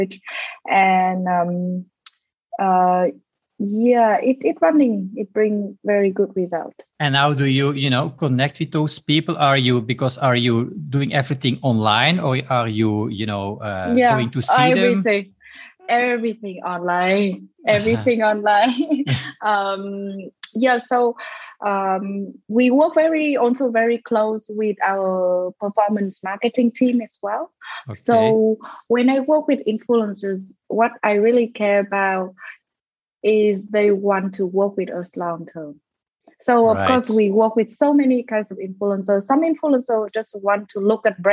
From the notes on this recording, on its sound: This episode was recorded through a Zoom-call on February 15, 2022.